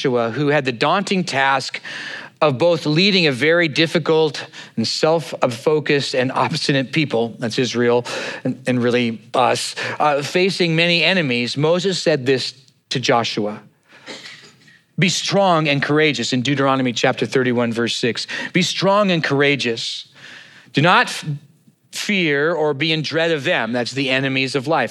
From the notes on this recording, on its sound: At Neighborhoodchurch of Cypress on 08/20/2023.